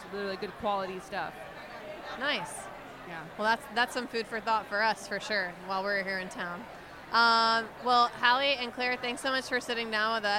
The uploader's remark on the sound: at the Good Food Mercantile 2020